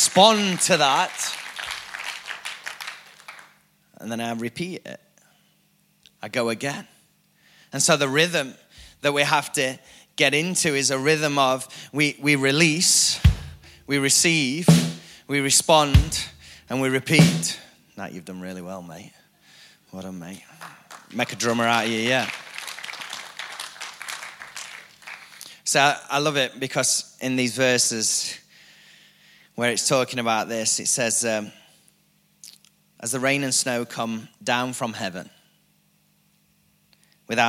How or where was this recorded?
large echoing room